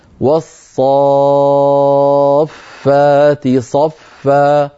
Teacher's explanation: مد لازم كلمي مثقل بمقدار 6 حركات، يعني بمقدار 3 أضعاف المد الطبيعي